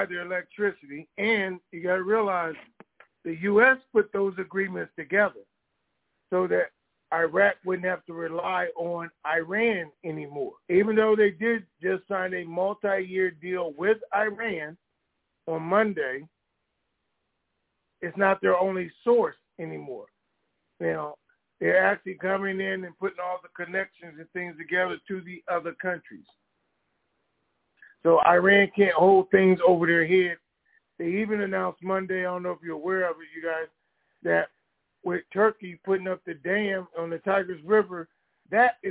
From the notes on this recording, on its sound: TNTSuperfantastic Conference Call.